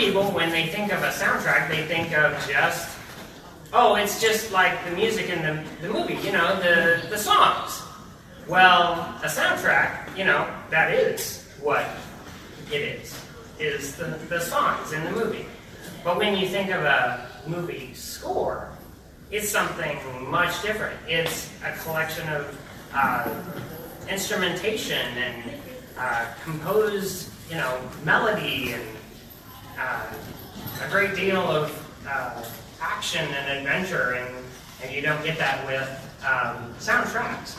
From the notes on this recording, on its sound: Revisit Soundtrack’s Role in Nerdy Movies Panel at O Comic Con 2018. This is a panel I did about soundtracks and movies and their relation to one another.